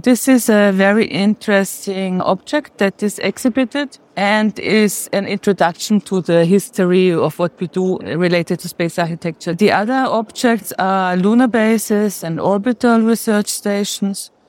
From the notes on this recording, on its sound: During the opening of the exhibition Room with a View in the Science Corner at the Technical Museum in Vienna in March 2023. Space Café Radio - Room with a view.